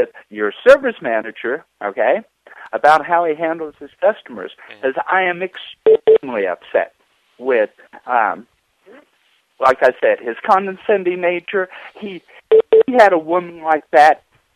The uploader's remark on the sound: Prank Phone Calls Collection.